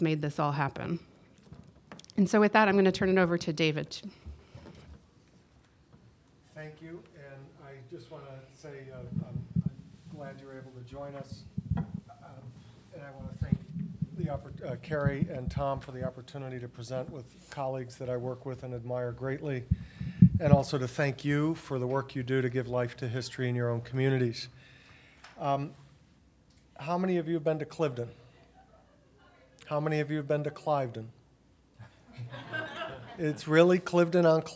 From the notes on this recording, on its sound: 2017 AASLH Annual Meeting Session Recording Recorded in Austin, TX.